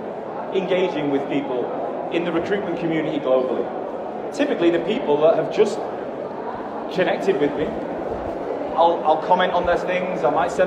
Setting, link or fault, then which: setting, live audience